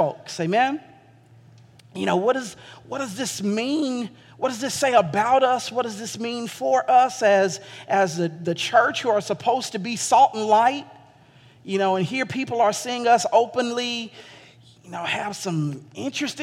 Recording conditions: large echoing room